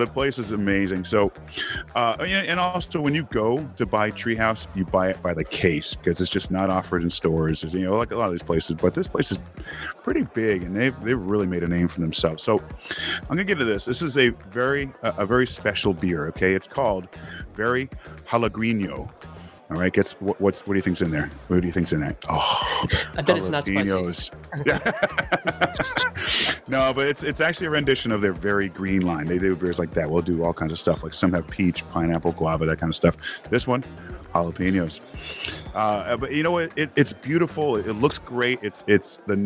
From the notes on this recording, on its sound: Happy Hour LIVE Tap Room - Treehouse Brewing & Solace Outpost.